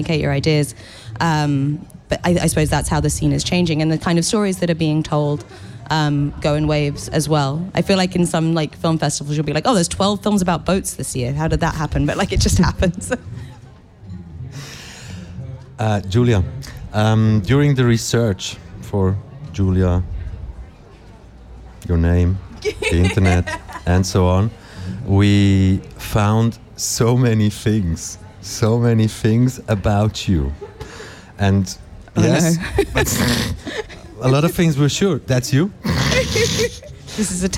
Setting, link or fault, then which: setting, busy venue